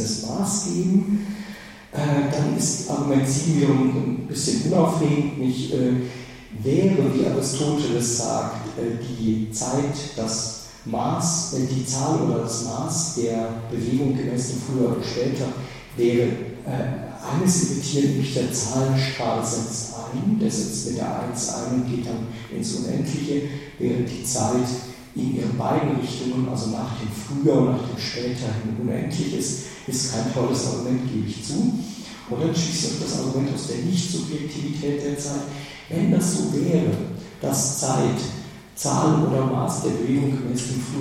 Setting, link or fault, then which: setting, large echoing room